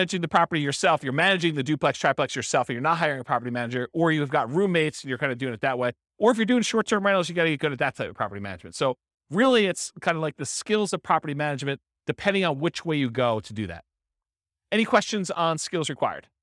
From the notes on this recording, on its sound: This was a live class recorded.